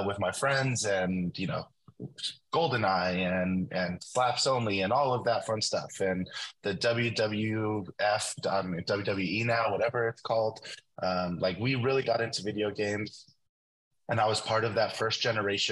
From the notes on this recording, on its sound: The podcast is recorded and produced with Soundtrap for Education, Zoom and Microsoft Teams.